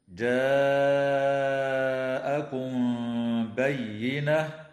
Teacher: وتخفى الميم الساكنة عند الباء مع الغنة